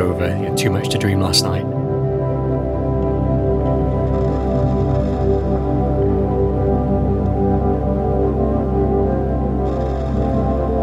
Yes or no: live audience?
no